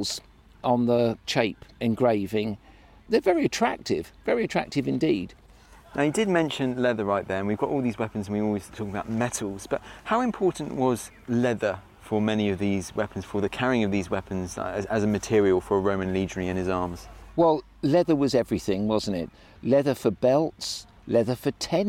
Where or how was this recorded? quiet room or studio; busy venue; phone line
busy venue